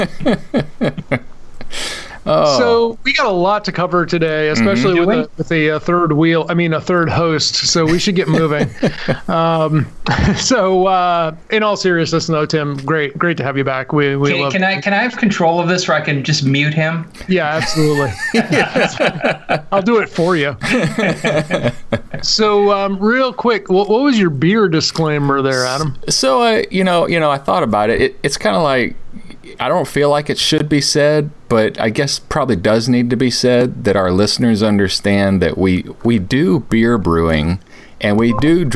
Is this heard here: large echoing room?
no